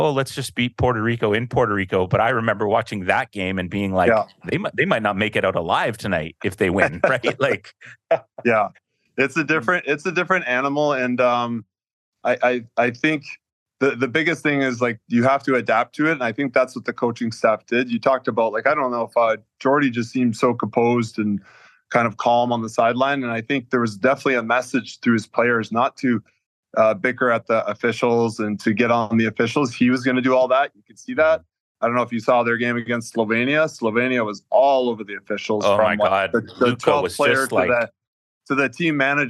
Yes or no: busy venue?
no